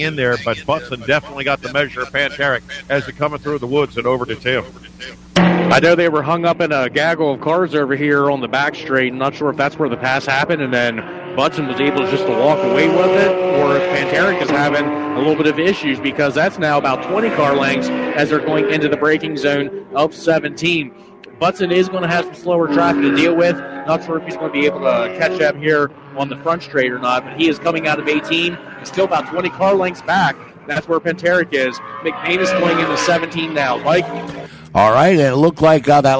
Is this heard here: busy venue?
yes